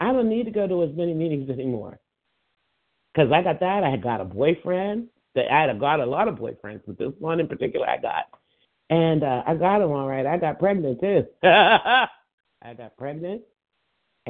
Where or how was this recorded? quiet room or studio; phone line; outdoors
phone line